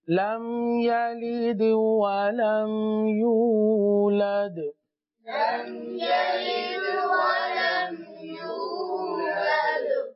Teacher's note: یولد یہاں پر واو مدہ ہے، کھینچ کر پڑھیں گے